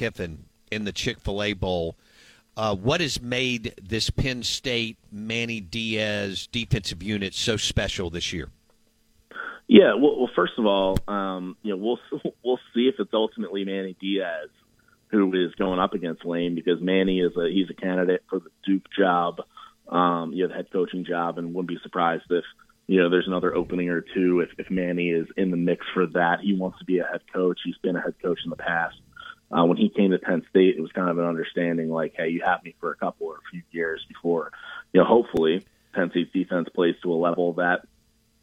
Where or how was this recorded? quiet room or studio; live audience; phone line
phone line